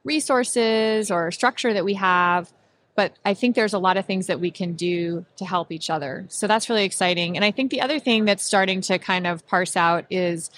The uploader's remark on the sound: This episode recorded live at the 8th Annual Becker's HIT + DH + RCM Conference in Chicago